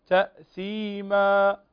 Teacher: هذا مد عوض فتقف عليه بمقدار ألف أي بمقدار حركتين